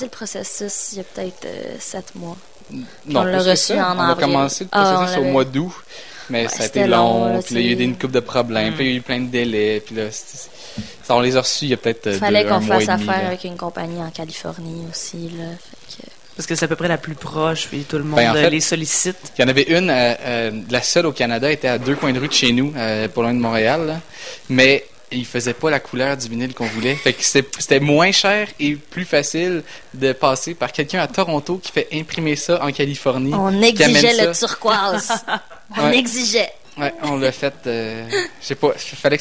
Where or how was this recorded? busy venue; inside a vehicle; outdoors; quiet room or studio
busy venue